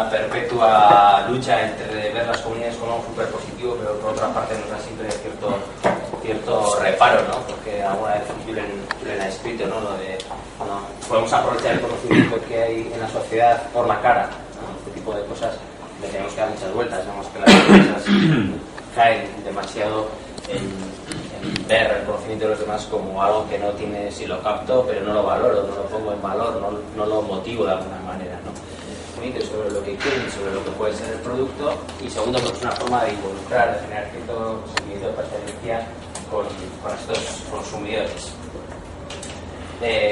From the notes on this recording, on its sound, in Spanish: al comienzo de la jornada de Economía Abierta realizada en Eutokia ha sido grabada en video